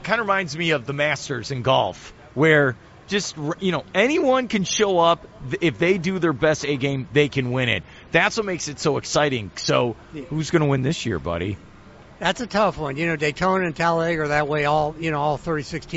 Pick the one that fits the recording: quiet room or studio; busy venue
busy venue